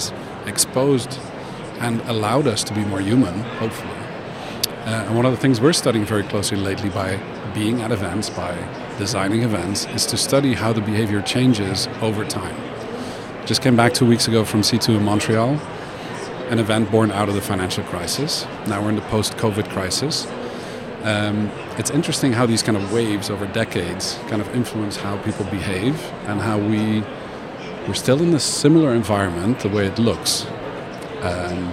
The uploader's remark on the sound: Live from #IMEXAmerica